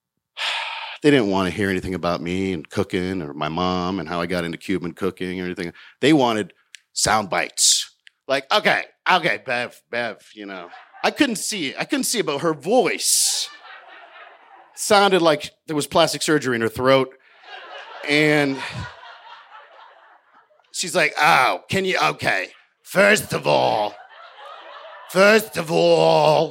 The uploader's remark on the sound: told this story live in front of a packed crowd at Buntport Theater in Denver, Colorado